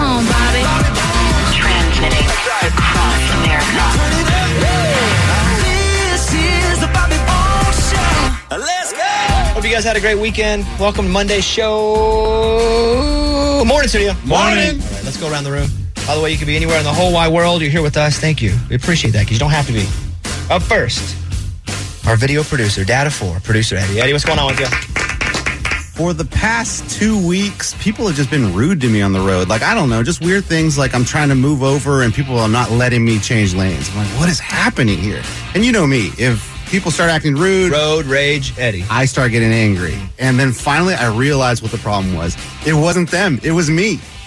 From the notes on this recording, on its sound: He called into the show